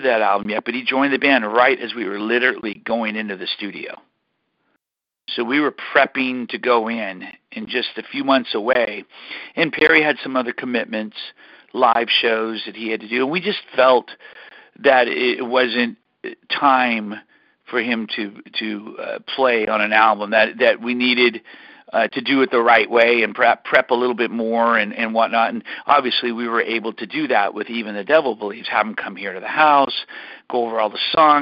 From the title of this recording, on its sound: CALL IN LINE